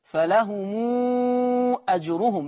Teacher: قرأ ورش بصلة ميم الجمع في الآية 62 فلهم أجرهم، فيقرأ هكذا فلهم أجرهم، لأن الميم هنا ميم جمع جه بعدها الهمزة، فيصل ورش هذه الميم بالإشباع